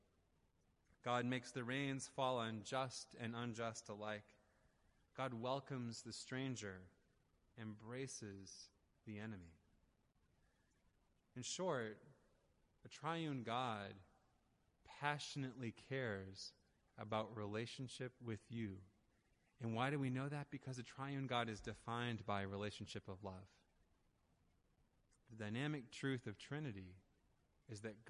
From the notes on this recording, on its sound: Audio recording of the sermon in Ellis Hall